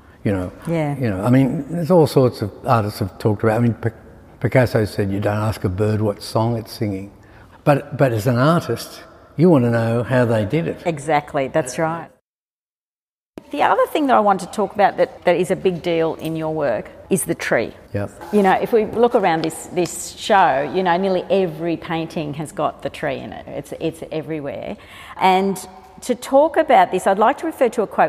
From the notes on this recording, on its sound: Live at the S.H.Ervin Gallery. In front of a live audience at the S.H.Ervin Gallery in Sydney.